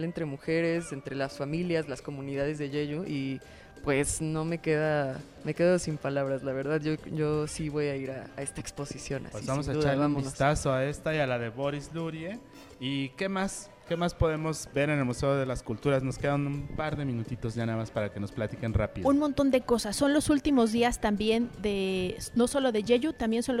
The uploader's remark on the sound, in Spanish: Transmitimos completamente en vivo desde el Museo UNAM Hoy. Ubicado en la esquina de Seminario y Moneda, justo frente al Palacio Nacional.